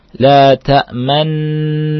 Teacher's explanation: Kita membacanya dengan harokat dhammah yang terbuang dengan isyarat bibir. · Term: ishmam